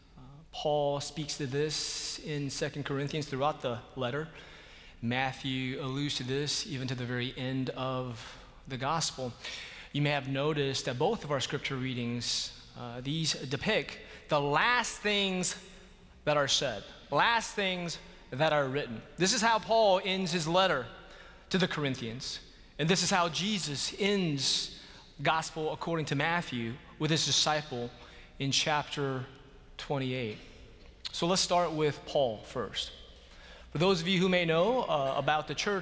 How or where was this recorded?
large echoing room